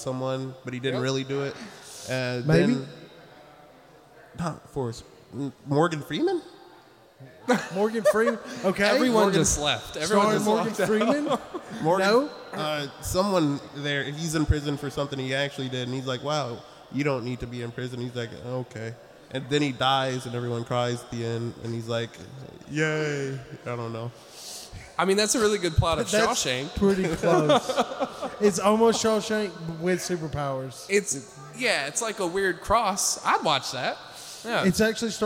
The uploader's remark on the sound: Live at Haywood Comic Con 2023. With the help of our live audience.